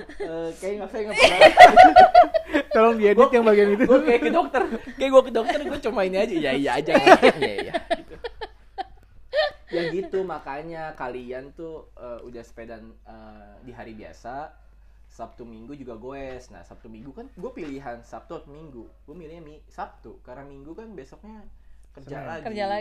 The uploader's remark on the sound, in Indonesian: Mohon maaf episode kali ini bakal kurang enak didengar, karna ada suara kresek-kresek yang ga enak didengar.